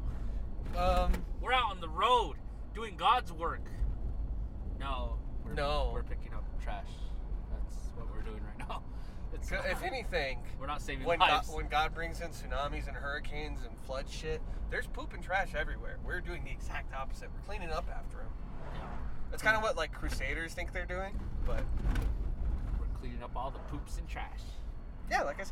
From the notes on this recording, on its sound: recorded a bunch of these in the truck